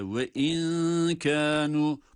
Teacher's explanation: Harfin zatı gizleniyor. Yani dil nunun çıktığı yer olan damağa değmiyor. Ve in, Ama nundaki hunne sıfatı burada gösteriliyor, duyuruluyor. · Term: ihfa